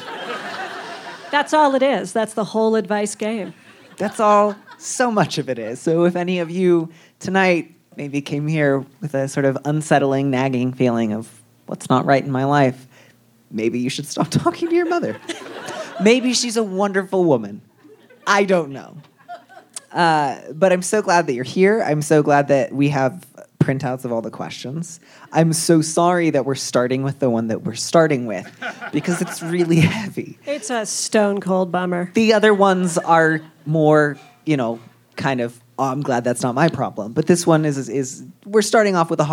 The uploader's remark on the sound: This week finds Dear Prudence live on stage at The Soiled Dove Underground in Denver Colorado. Questions from the live audience.